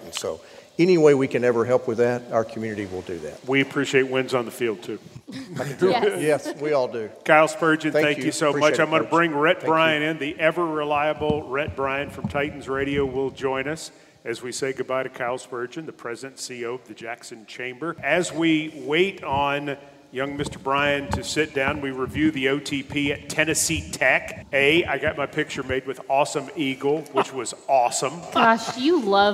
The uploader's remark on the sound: LIVE at Hub City Brewing. From Hub City Brewing in Jackson, TN.